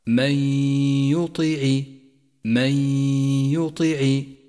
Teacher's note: جاءت النون الساكنة وجاء بعدها حرف الياء وهو حرف إدغام بغنة، والواجب هنا أن تسقط النون الساكنة من اللفظ، لذلك هي رمادية في مصحف التجويد. · Term: الإدغام بغنة